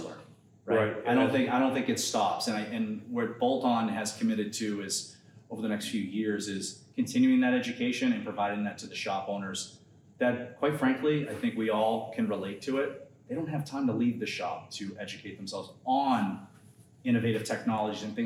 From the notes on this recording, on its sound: at the AMRA (Automotive Maintenance and Repair Association) MAP (Motor Assurance Program) January 2024 conference.